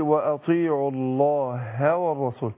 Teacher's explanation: ناخد بالنا من الهاء مرققة حرف مستفل. فأنا أخد بالي أقول وأطيعوا الله هوى الرسول ما أقولش هوى الرسول.